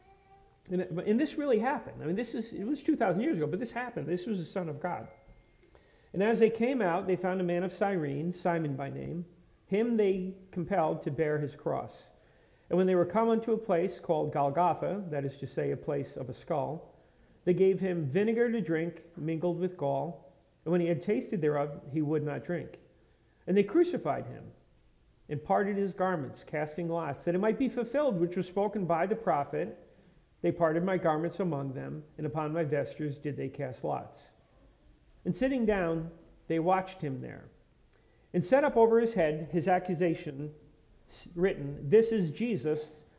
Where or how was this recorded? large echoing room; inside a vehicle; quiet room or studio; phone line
large echoing room